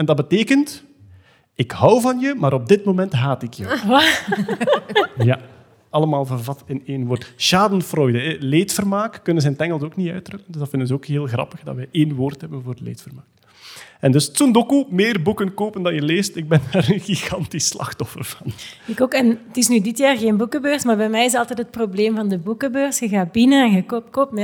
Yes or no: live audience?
yes